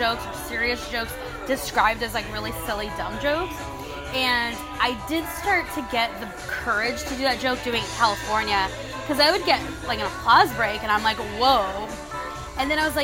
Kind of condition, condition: fault, background noise